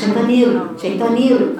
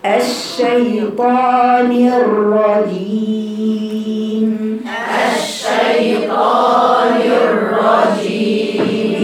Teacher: الشيطان الرجيم، هنصلح الشيطان الرجيم، مش ليس شيطانير شيطانير، لا هي شيطانير، لان اثنين راء مفخمتين، ما دام الراء مفتوحه مشدده يبقى اثنين راء مفخمتين · Shown in: second take